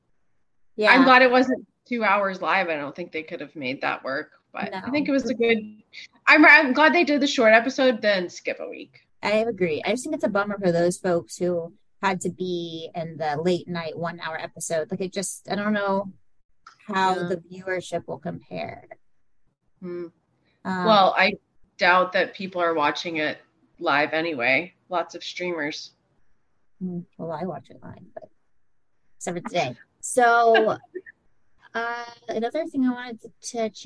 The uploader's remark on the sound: The audio is a bit rough in this episode + the zoom robot's voice makes an appearance. Not a lot of time to edit due to work travel!